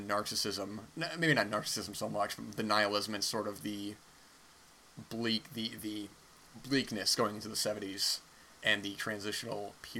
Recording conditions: background noise